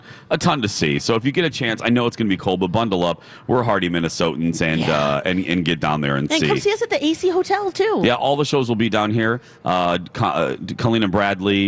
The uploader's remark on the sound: broadcast live from the AC Hotel for the Superbowl